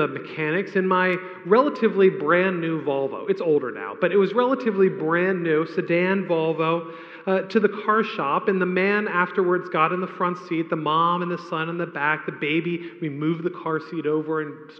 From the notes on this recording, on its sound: A homily preached on the Second Sunday of Advent